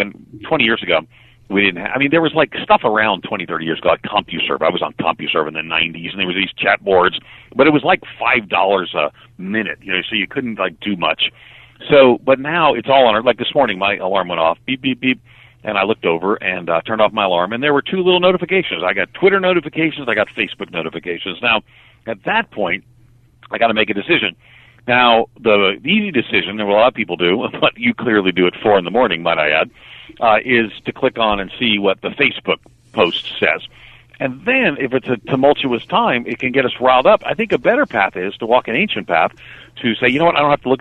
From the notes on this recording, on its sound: go to the phones